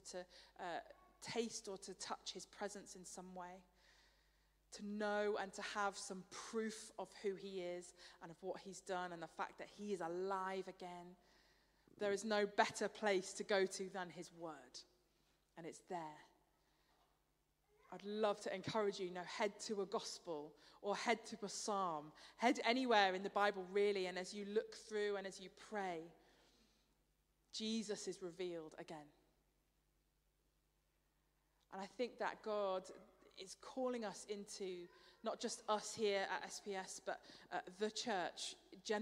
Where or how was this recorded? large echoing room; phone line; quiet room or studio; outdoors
large echoing room